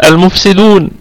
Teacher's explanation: مفتوحة. نقف عليها، لما نقف عليها بأوجه السكون هذه فيكون عندنا غنة النون، لأن النون ستكون ساكنة فتكون في الدرجة الرابعة من درجات الغنة، أما وصلا فتكون في أقل درجات الغنة من الدرجة الخامسة · وقفا. المفسدون و المفسدون و، لما نقف عليها نقول المفسدون، طبعا فيها ثلاثة العارض قصر وتوسط وطول، قصر وتوسط وطول، اثنين أربعة ستة